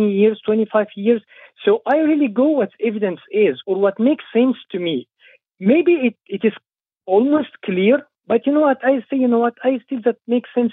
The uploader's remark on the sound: The Atheist Experience is a weekly Internet television show based in Austin, Texas geared at a non-atheist audience. Every week we field live calls from atheists and believers alike.